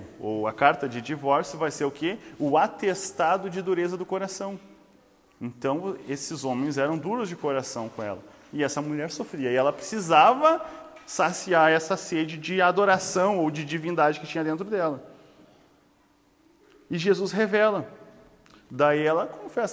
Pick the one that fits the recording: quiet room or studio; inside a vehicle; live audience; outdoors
live audience